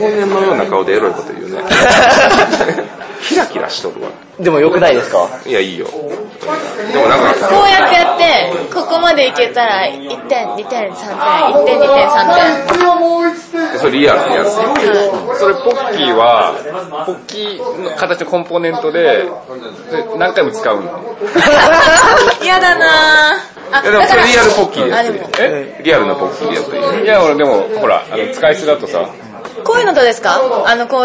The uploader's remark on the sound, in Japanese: 雑音多めなので要注意でございます